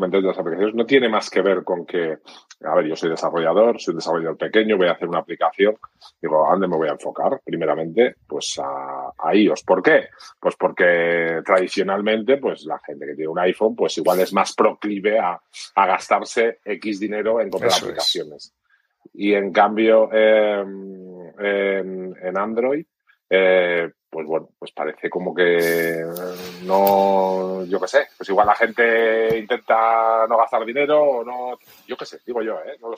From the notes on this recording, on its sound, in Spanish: Un episodio veraniego y refrescante grabado online en Riverside no exento de problemas, de audio mediocre pero de muchas ganas.